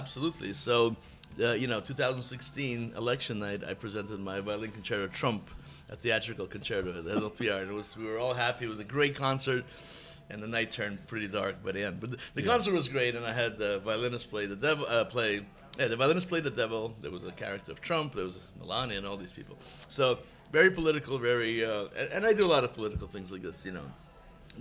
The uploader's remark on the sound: At Gebhard's Beer Culture Bar. At Gebhard's Beer Culture Bar.